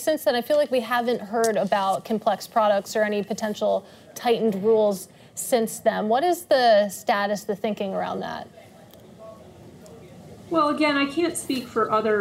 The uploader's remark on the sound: In front of an audience at Bloomberg’s 8th Annual ETFs in Depth conference.